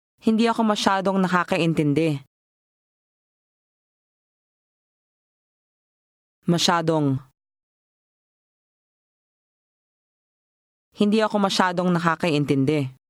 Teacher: Note again the nang sound used for linking.